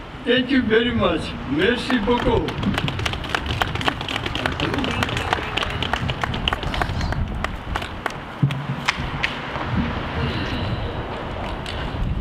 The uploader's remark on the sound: Press Conference in Burlington, Ontario